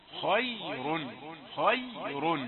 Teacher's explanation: خاء مفخمة ياء رقيقة راء مفخمة مضمومة